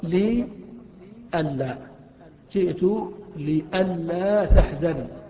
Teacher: الذي حدث أن النون أدغمت في اللام بعدها، أن لا صرف أن لا، وقبلها لام مكسورة لي أن لا، جئت لئلا تحزن.